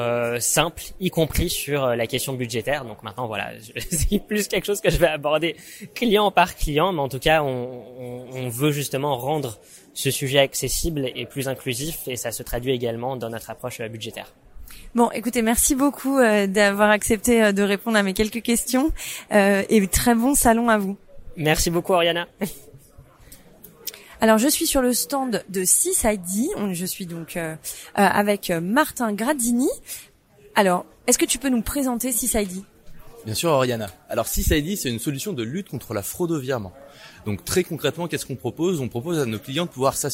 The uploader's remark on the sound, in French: Les Assises de la Cybersécurité à Monaco. Enregistré, monté et publié sur le salon des Assises de la Cyber à Monaco.